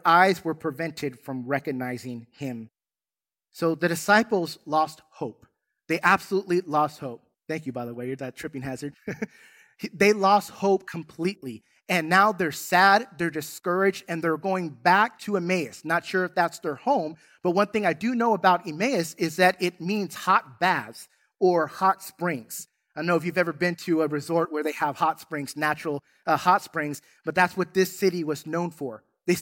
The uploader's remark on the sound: In this Easter Sunday service. Recorded from South Gate Fellowship in Duncanville, TX.